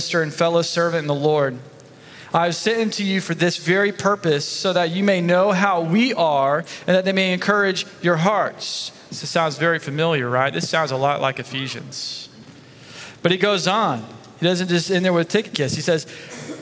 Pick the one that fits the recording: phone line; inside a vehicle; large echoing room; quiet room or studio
large echoing room